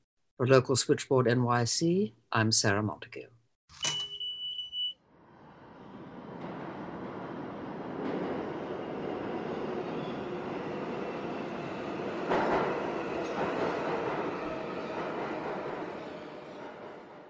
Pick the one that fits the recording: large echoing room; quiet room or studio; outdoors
outdoors